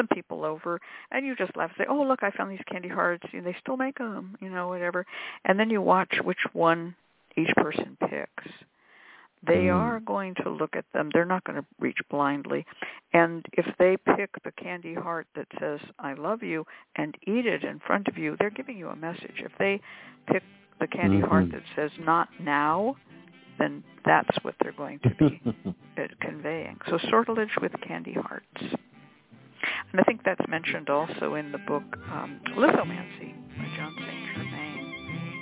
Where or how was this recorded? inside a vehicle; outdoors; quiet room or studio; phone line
phone line